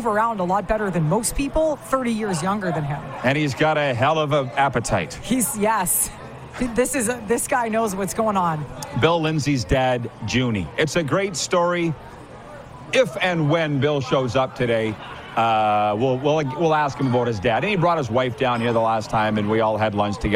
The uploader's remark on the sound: on location at the Pompano, FL Beach House